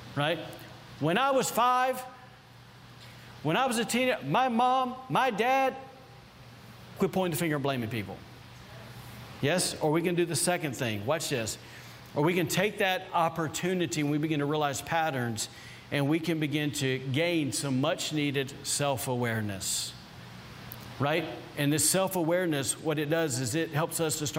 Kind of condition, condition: setting, large echoing room